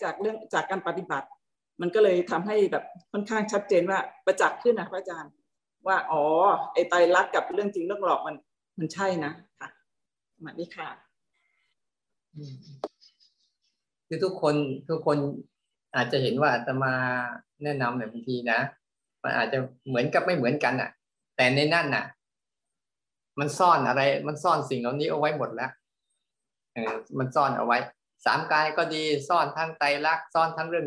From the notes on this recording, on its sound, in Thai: คอร์สออนไลน์ (ผ่านโปรแกรม Zoom)